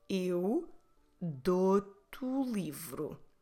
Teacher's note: So let's see what happens if we want the sentence to flow, because this tu again ends with the vowel I, or in Portuguese, e, we will drop it. And because the following word starts with the vowel, we will run it together.